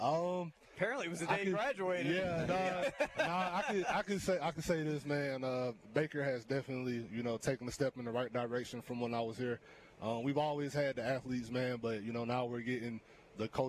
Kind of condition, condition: setting, busy venue